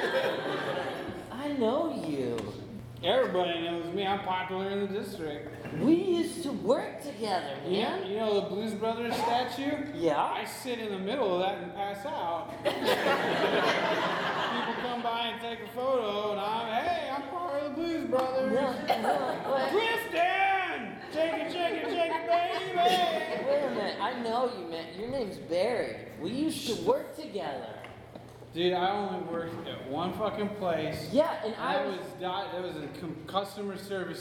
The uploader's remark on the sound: The purging of LIVE episodes continues with another all-new, uncensored, and totally improvised episode of Wisenheimer: The Podcast! A packed audience at The Establishment for a hilarious evening of improv comedy with a romantic theme.